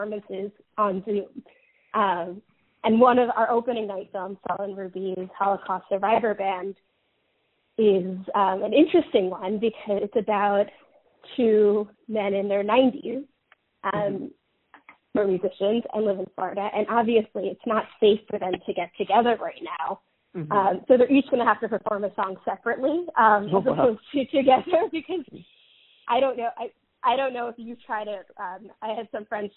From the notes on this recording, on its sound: chats on the phone